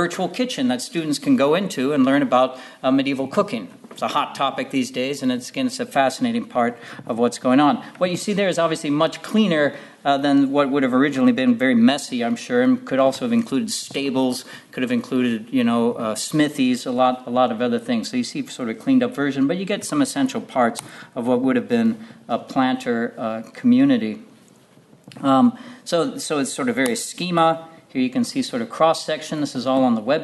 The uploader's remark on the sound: at the 2022 Tudor and Stuart Ireland Conference